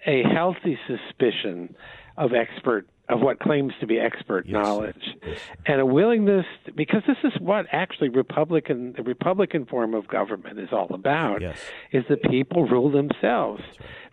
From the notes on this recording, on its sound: by phone for the full radio hour